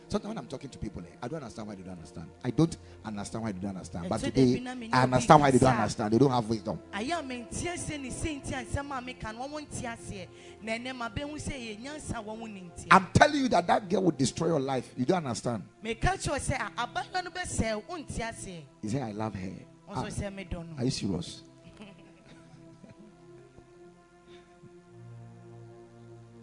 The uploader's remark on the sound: Preached at the Ekklesia Chapel